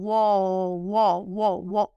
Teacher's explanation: La W se pronuncia como U, no GU, no whisky, sino U.